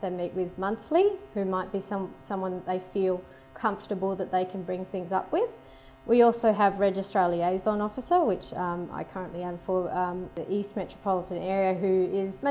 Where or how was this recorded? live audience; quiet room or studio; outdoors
live audience